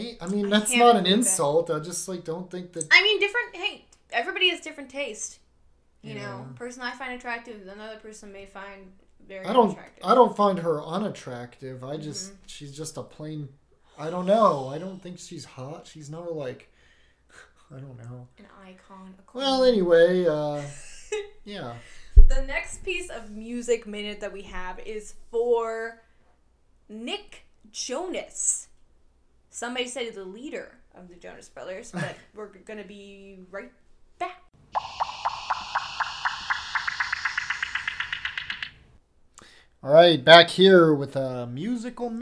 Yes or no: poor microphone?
yes